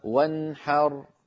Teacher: نون ساكنة بعدها حاء ولا زيادة في زمنها · Term: إظهار